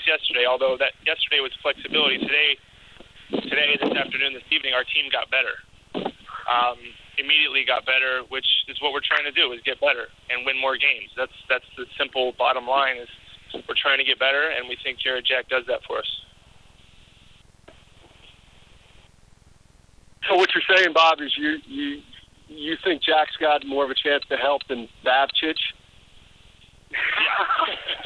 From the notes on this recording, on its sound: Conference Call.